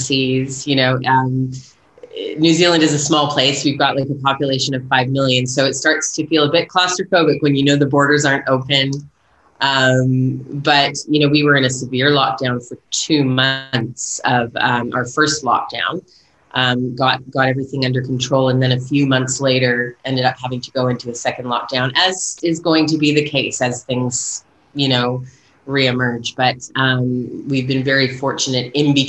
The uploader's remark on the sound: This conversation takes place over Zoom. In New Zealand, where she’s been living for nearly two decades.